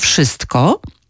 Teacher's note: w wyrazie wszystko pomijamy często t